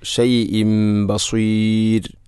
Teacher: ഷൈഇൻ എന്ന തൻവീന് ശേഷം ബ വന്നാൽ ഇഖ്ലാബ് എന്നതാണ്. തൻവീനിനെ മീമാക്കി മാറ്റുന്നു.